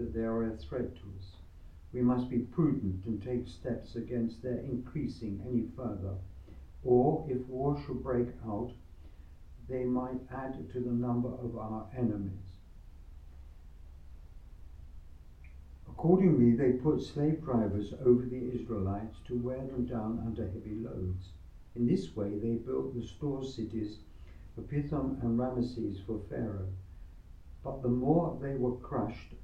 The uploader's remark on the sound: Recorded live at Southgate House on 17 July 2023.